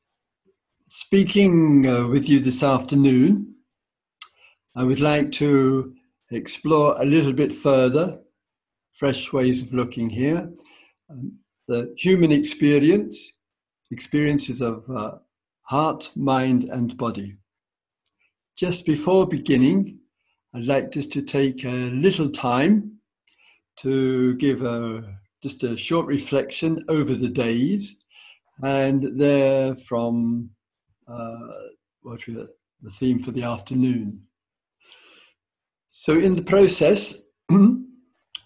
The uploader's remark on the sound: Insight Zoom Retreat